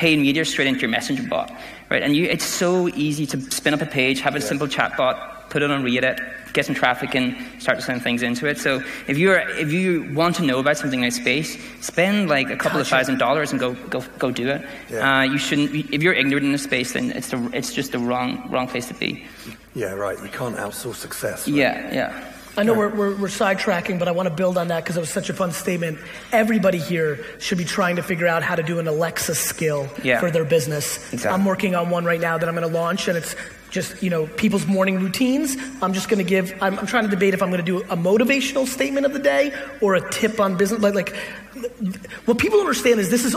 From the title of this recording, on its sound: A Keynote: Dublin Tech Summit